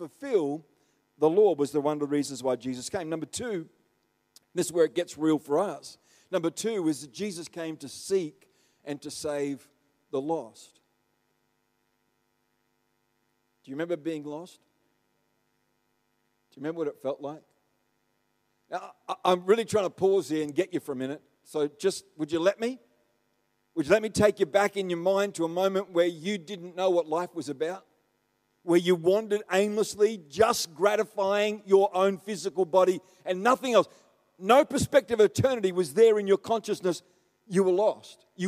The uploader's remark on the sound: The live stream of Destiny Church Atherton